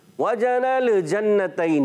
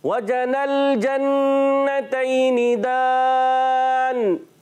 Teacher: نون کو لام سے ملائیں گے. لام کو ہلانا نہیں · Shown in: second take · بعض بچے بڑے ہلا دیتے ہیں.